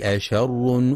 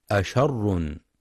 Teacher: ينتبه القارئ في كلمة أشر لترقيق الهمزة والشين، فلا يفخمها بسبب مجاورة حرف الراء المفخم · Shown in: first take